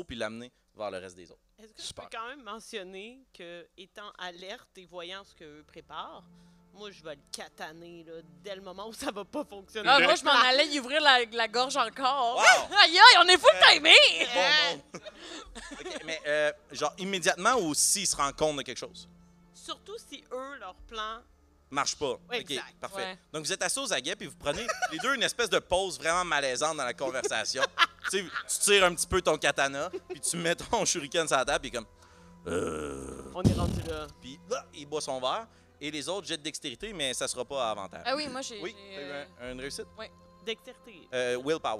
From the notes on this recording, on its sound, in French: Live au Minifest. Le son est celui capté sur place, sans modification.